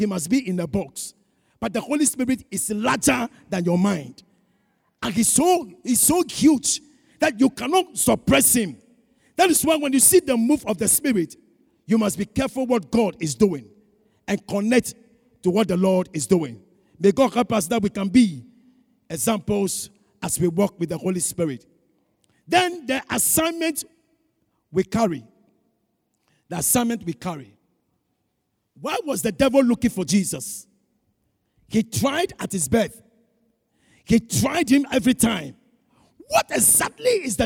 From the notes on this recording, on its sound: Sermon preached at CBC Shiashie Campus on August 15, 2021